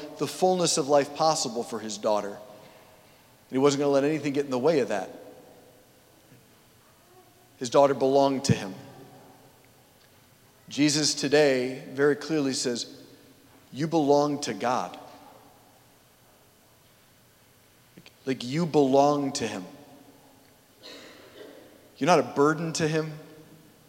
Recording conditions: large echoing room